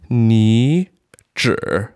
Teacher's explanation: two third tones, when they follow each other, the first third tone changes to a second tone. So, ni, zhi is how that should sound. · Term: second tone, third tone